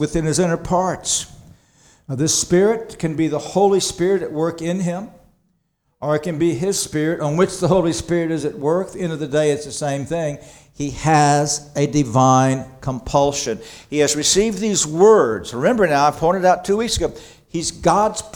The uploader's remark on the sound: This sermon was preached on February 11, 2024 at Antioch Presbyterian Church, a mission work of Calvary Presbytery of the Presbyterian Church in America located in Woodruff, South Carolina.